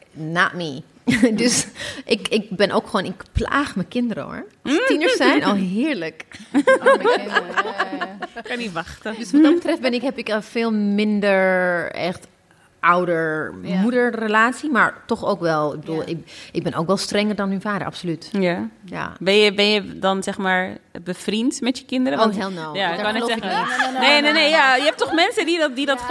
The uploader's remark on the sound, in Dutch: Liveshow Podcastfestival De Goede Mama. Tijdens een van de twee liveshows.